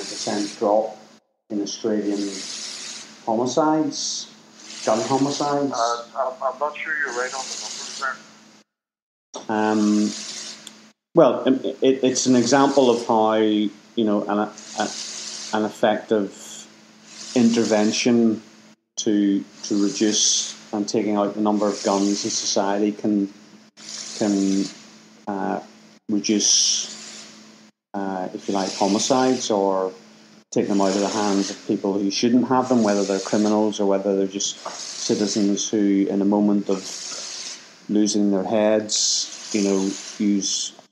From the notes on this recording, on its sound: This is a radio package I made while studying Radio in my first year of an HND in Broadcast Journalism at the Belfast Met. The audio isn’t as good as it would be now.